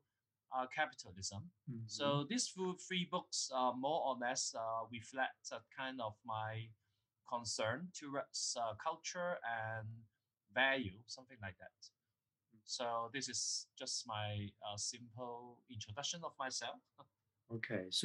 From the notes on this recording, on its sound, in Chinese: 錄音的品質不是很好，很抱歉，還在學習中。